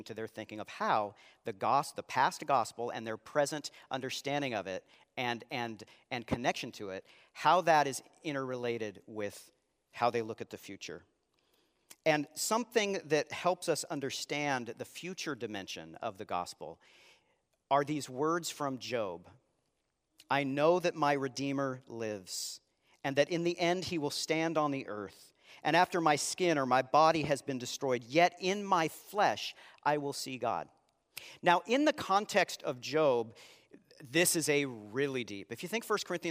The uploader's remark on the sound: Live Sunday Worship